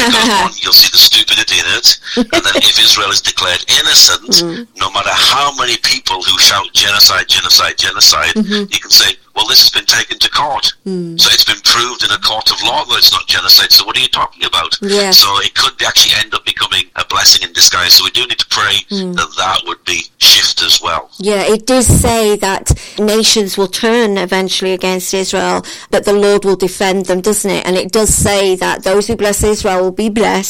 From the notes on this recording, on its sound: Phone interview. A Christian journalist living in Bethlehem.